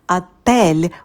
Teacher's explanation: Обратите внимание, что ударение падает на второй слог hotel, так же, как и в русском языке. · Term: ударение на второй слог